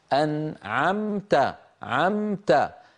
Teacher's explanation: لذلك النون مظهرة، أنعمت عمت الميم من الشفتين وساكنة وبعدها تاء والتاء من طرف اللسان